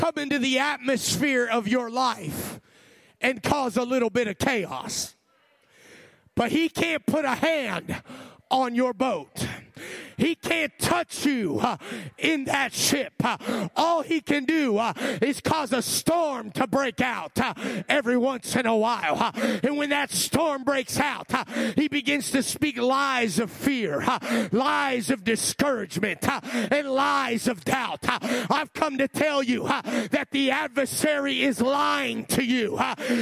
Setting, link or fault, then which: setting, large echoing room